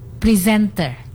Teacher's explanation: Jadi penekanannya ada pada di second syllable-nya ya, mm-hmm. di zen-nya itu.